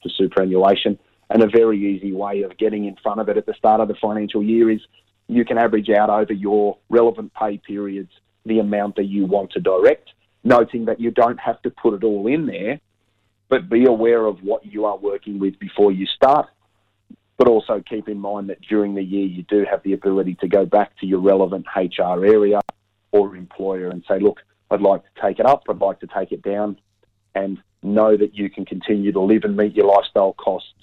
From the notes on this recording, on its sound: via the telephone, given the covid precautions in Canberra.